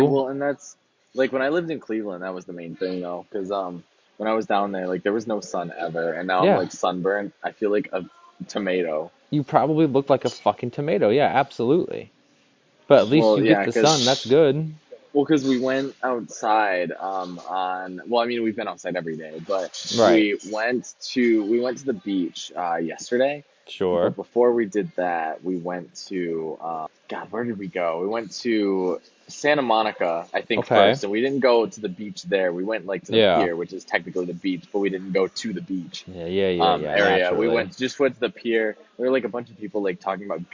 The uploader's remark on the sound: records live from LA at a Starbucks